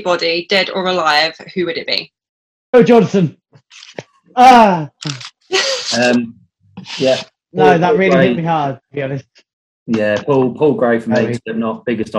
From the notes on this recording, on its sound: Recorded via Zoom